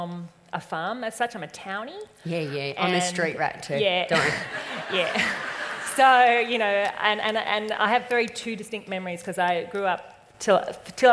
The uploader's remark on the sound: This weeks episode is a little different, it's a Live Recording! At The Huddle event in Orange in Feb 2020.